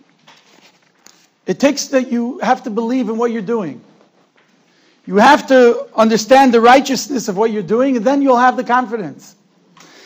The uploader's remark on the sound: Shiur recorded in Yeshivas Ohr Reuven, Monsey, NY.